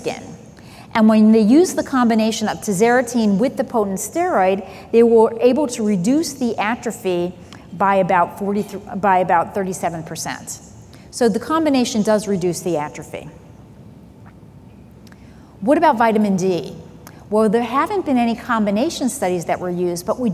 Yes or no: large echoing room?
yes